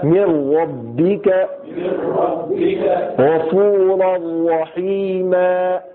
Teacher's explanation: تو یہاں پہ نون کو ختم کر کے اور را کے ساتھ میم کو ملانا ہے · Term: ادغام